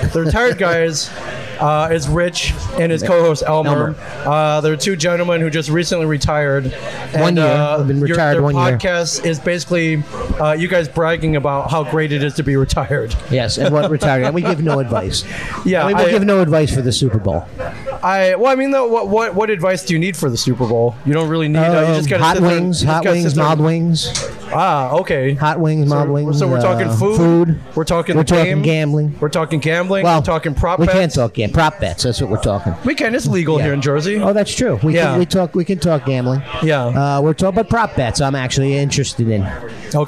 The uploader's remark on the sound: LIVE from Johnny Mac's House of Spirits in Asbury Park